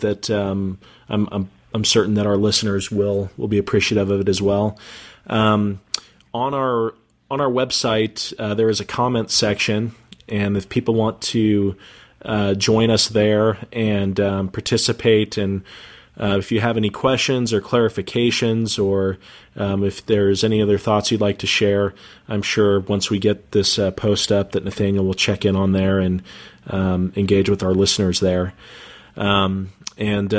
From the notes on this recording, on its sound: We apologize in advance for the audio quality from this interview. We had some Internet connection difficulties, which resulted in conducting the interview via telephone.